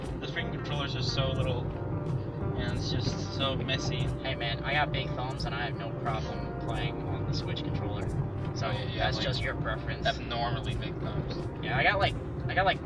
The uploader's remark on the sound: Record their very first episode while driving on Houston's wonderful roads.